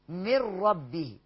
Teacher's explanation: نون ساكنة بعديها راء، هشيل النون دي خالص كده · Term: ادغام كامل بغير غنة